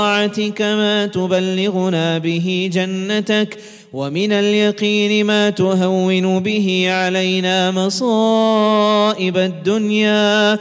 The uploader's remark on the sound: At the Houghton Masjid (West Street).